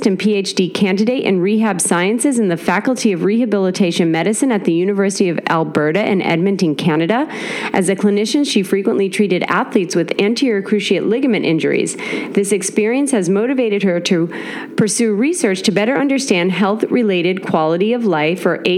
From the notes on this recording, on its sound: LIVE from the WCPT Conference in Geneva, Switzerland. I am coming to you live from Geneva, Switzerland at the WCPT meeting and right now I have the distinct pleasure of sitting across a table.